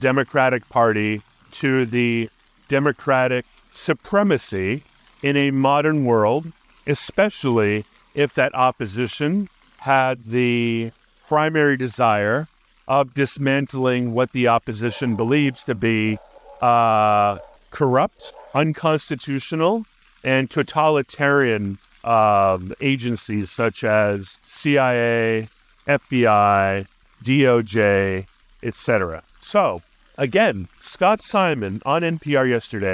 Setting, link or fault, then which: setting, outdoors